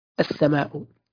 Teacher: فتقرأ همزة الوصل مفتوحة مع الحرف المشدد الذي يلي اللام، وتحذف اللام في القراءة. مثلا كلمة السماء تقرأ هكذا، السماء، بمعنى بحذف ال في النطق. · Term: اللام الشمسية